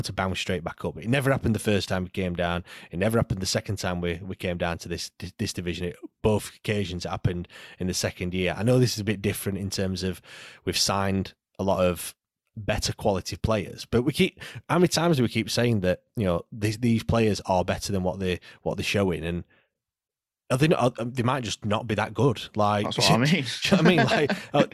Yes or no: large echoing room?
no